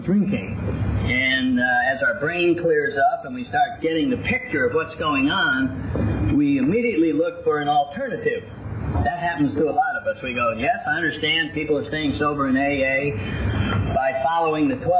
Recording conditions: background noise